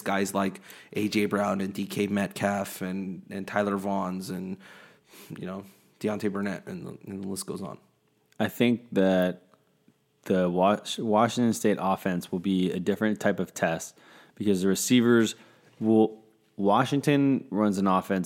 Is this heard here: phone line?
no